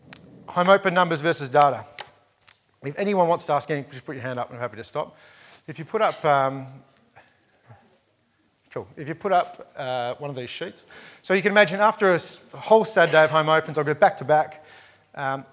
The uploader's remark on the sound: Welcome to a special edition of The Crunch, recorded live at REBar Camp 2018.